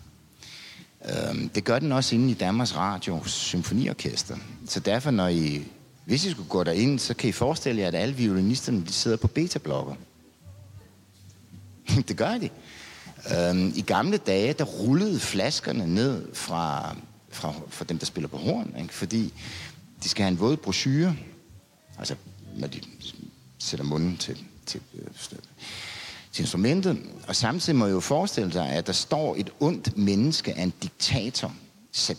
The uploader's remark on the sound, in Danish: Live fra Kulturnatten 2022. Biblioteket Frederiksbergs podcastserie Min tone i livet.